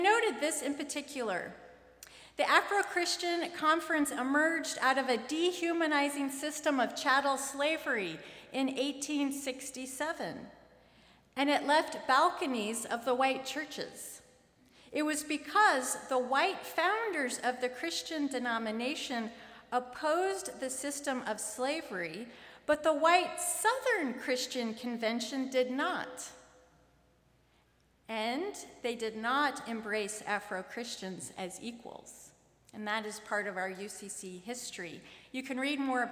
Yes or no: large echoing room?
yes